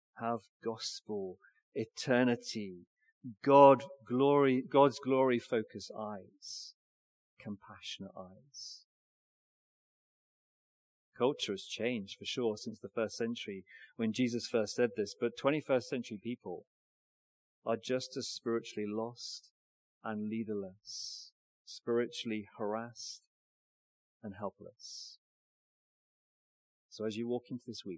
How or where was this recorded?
large echoing room